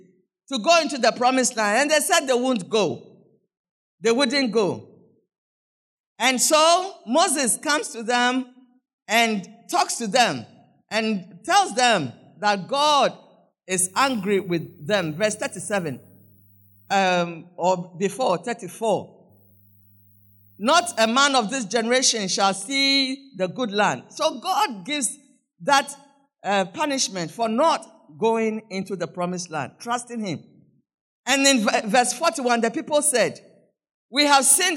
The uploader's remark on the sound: Sermon preached at CBC Shiashie Campus.